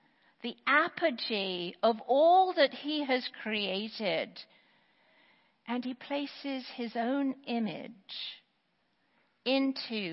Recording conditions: large echoing room